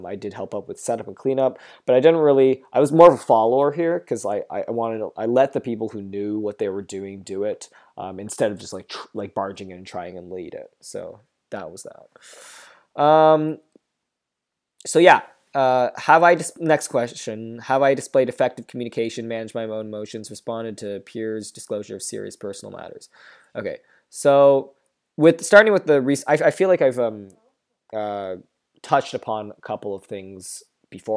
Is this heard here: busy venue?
no